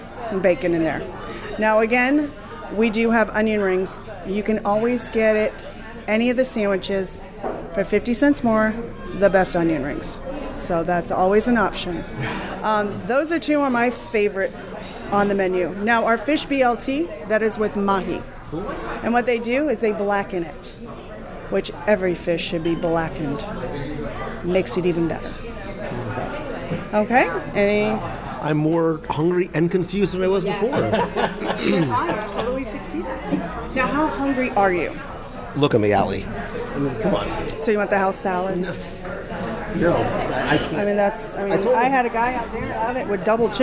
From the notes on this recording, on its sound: Olivia’s at Old Key West LIVE Dining Review. Join me at the table this week as we experience the romance of the Florida Keys at Disney’s Old Key West Resort.